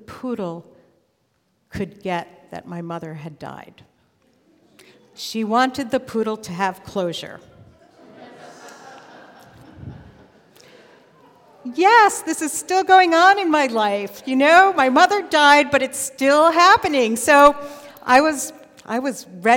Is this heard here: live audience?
yes